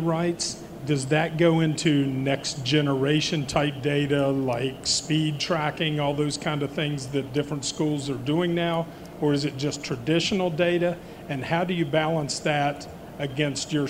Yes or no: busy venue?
yes